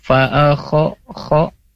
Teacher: Kho itu huruf halqi bagian pangkal ya, pangkal tenggorokan ya. Fa'akho kho.